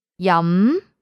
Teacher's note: it's a second tone, high rising tone. 飲, say it like you're asking a question.